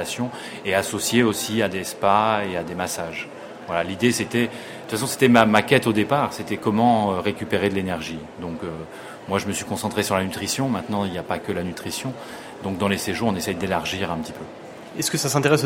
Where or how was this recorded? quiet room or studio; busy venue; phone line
busy venue